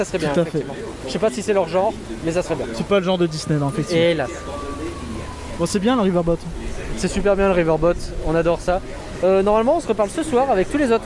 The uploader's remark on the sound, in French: Réouverture de Disneyland Paris en direct ! Le tout en direct du parc.